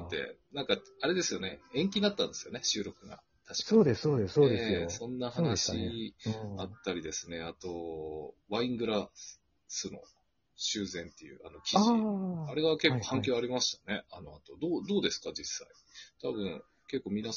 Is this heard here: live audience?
no